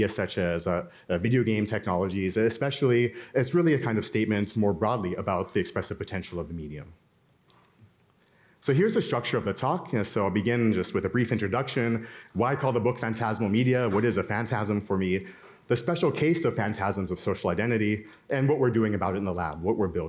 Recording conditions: busy venue